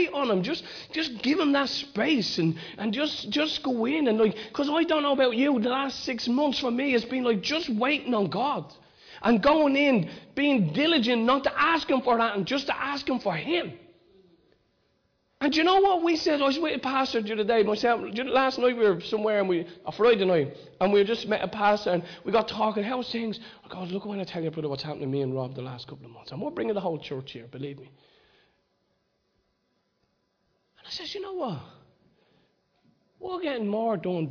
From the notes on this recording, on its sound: Recorded live in Liberty Church on 23rd June 2019